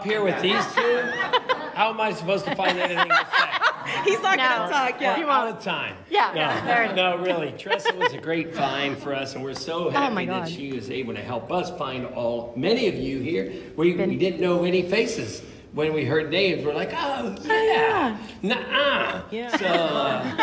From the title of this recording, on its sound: Live from our 100th Episode Party!